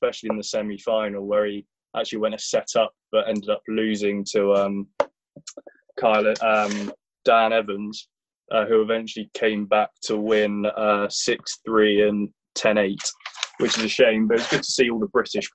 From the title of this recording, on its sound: Zoom Show